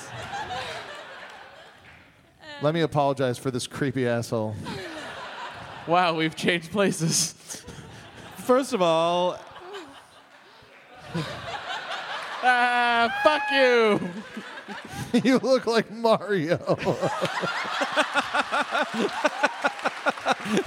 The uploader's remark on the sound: Live from Austin, TX. Do a sing-a-long with the audience and take some quemments!